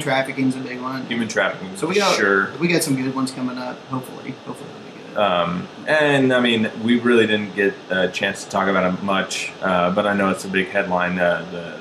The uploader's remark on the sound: We had Major Technical Difficulties, and the sound quailty is awful.